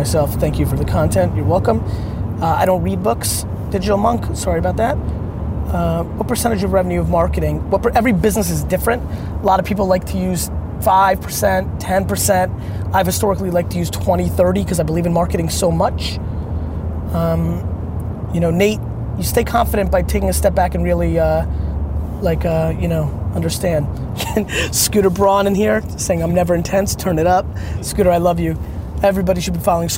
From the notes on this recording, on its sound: Here's a Q&A I did while in the car back from the airport.